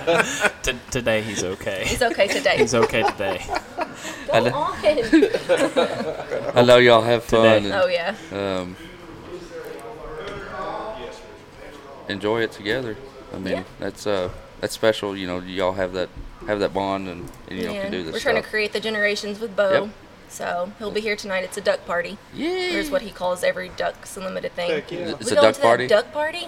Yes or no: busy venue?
yes